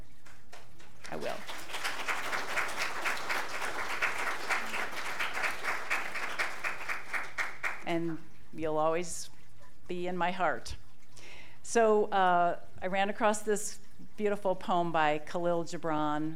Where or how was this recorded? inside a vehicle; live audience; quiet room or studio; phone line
live audience